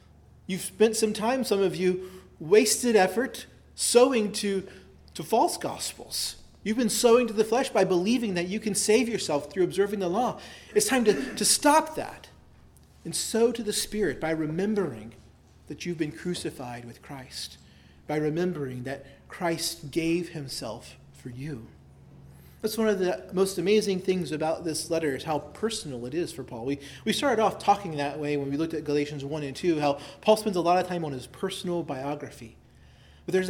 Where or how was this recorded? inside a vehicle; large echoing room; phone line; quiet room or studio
large echoing room